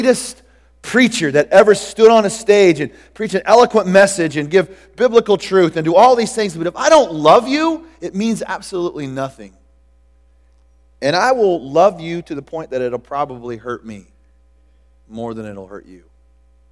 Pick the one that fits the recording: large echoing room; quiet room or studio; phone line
large echoing room